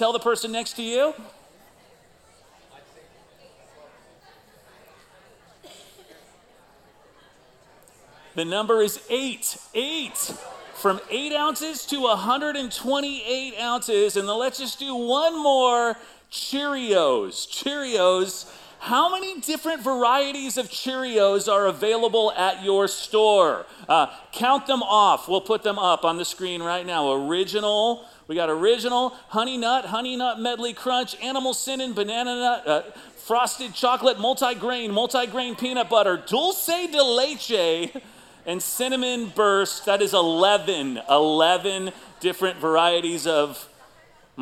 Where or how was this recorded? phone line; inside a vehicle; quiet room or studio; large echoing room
large echoing room